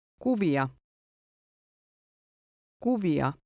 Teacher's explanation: the last two vowels each make a distinct sound